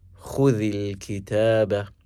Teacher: the dhal received a temporary kasra to connect with the following lam sakina